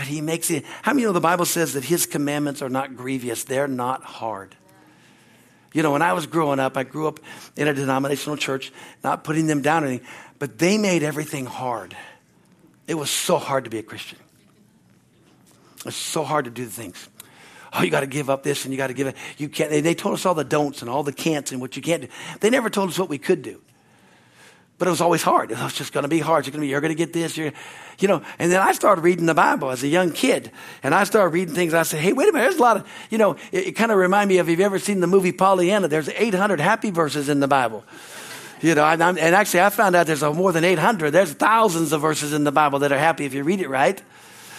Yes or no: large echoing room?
yes